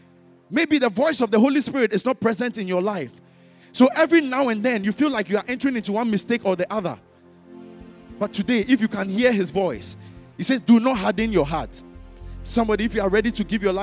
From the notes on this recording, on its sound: Sermon preached at CBC Shiashie Campus